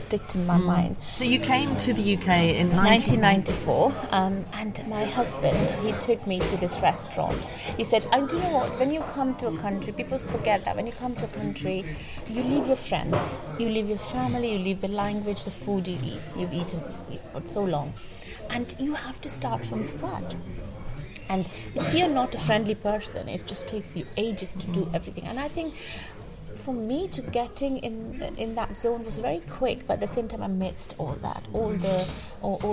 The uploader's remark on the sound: in a very noisy pub